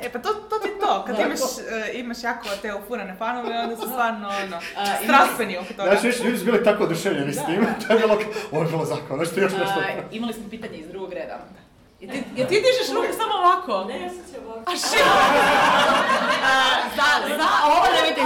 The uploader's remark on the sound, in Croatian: Mora FM na terenu! Ovu bonus epizodu snimali smo uživo s publikom na SFeraKonu.